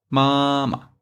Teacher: The second pinyin is short and light. · Term: neutral tone